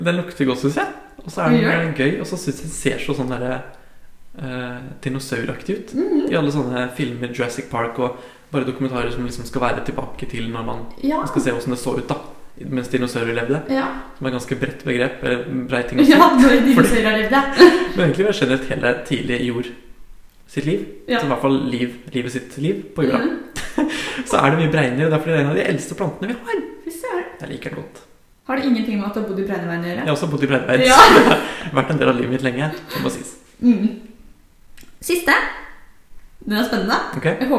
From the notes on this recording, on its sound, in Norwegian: I denne episoden med heidundranes lydkvalitet. Ekkokammer av en stue.